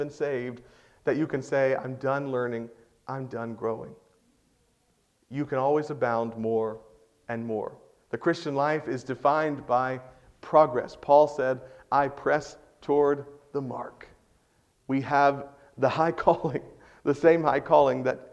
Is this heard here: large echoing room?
yes